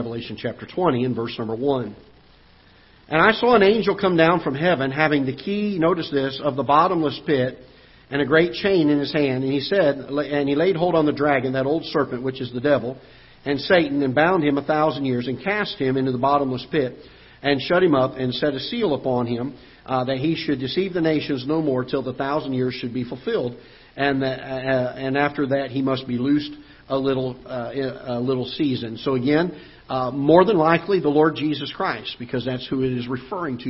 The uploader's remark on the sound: Ketha Heights Baptist Church ~ Live Broadcast.